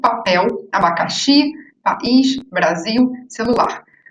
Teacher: vocábulos que possuem como sílaba mais forte a última · Term: oxítonas